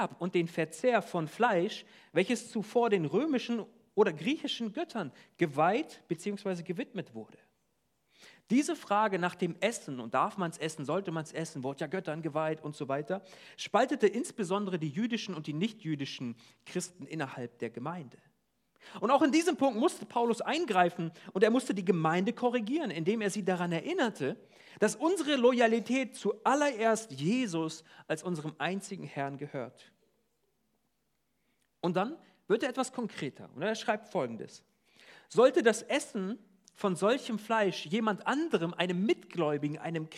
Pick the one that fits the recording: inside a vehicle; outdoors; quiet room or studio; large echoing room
large echoing room